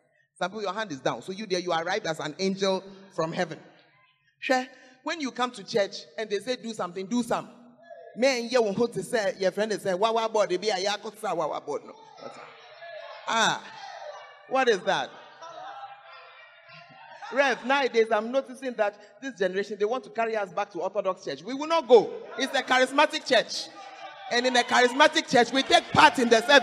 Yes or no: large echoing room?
yes